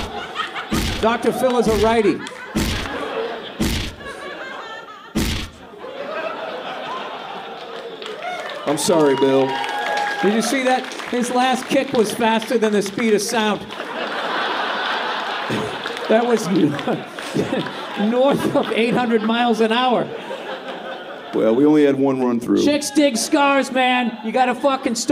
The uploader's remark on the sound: live from The Comedy Store